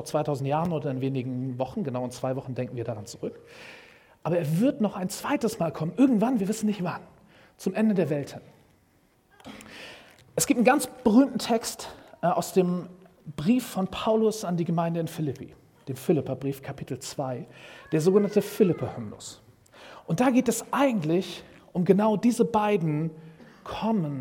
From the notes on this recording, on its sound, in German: Predigt im Rahmen des GreifBar+ Gottesdienstes